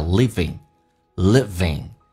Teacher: Living 这个单词,ing,可以发成前鼻音叫 living, living,但是 e 收小腹 living creature,嘴角咧到极限 e, creature,轻度卷舌 living creature,活着的生物 will ever